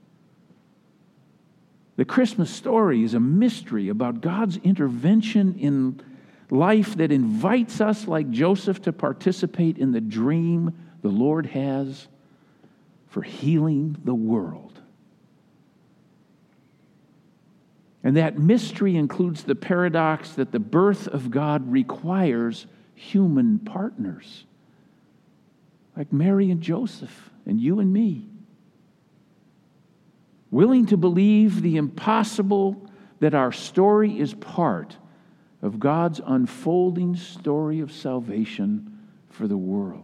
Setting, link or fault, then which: setting, large echoing room